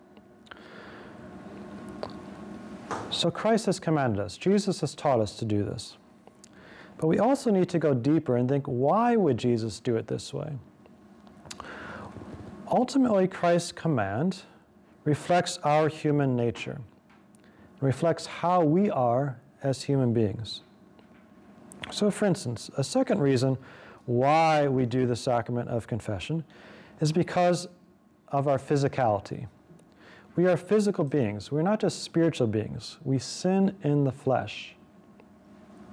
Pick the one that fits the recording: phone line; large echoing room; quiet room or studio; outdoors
large echoing room